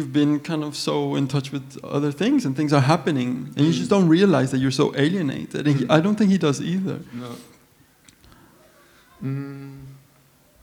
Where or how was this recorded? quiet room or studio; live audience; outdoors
live audience